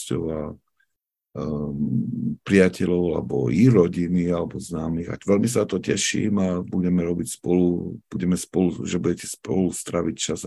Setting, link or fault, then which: link, video call